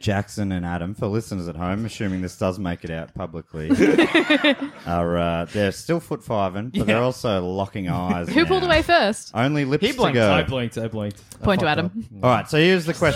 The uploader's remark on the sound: Was recorded live in Melbourne at the Retreat Hotel in Brunswick.